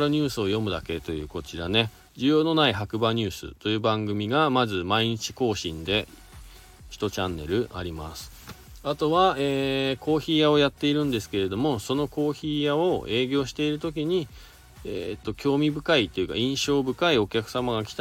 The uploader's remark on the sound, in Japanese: 本日、白馬八方スキー場からの白馬４７スキー場で滑り終了後 車の中から。